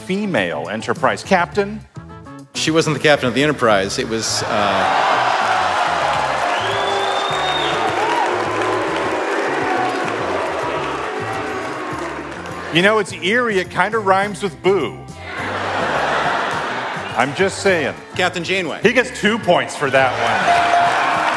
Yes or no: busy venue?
yes